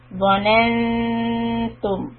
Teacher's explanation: So ظ is heavy. نن إخفاء soft. Tip of the tongue down for ready for تم.